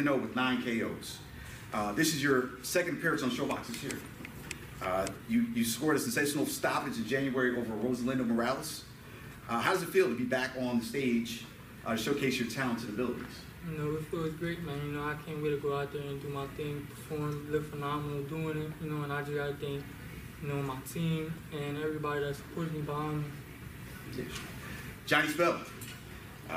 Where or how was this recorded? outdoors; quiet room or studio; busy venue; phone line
busy venue